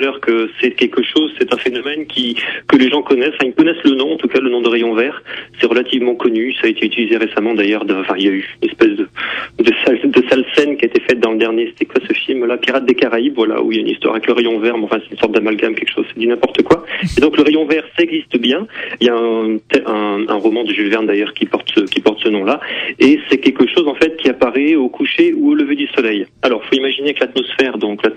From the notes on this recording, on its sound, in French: Photographe (par téléphone)